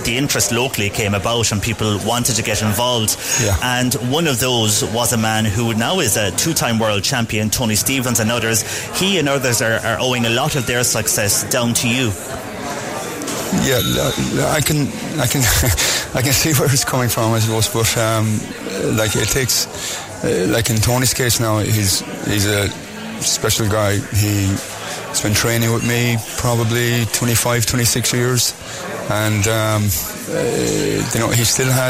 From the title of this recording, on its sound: CELTIC ROSS HOTEL WEST CORK SPORTS STAR AWARDS OUTSIDE BROADCAST